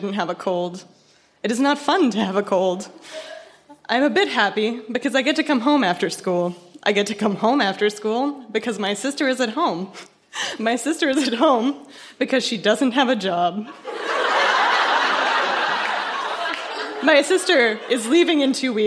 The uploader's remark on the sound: Recorded live at the Black Knight in Yellowknife.